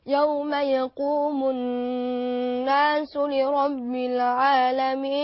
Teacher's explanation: ندي الغنة في النون المشددة حقها حركتين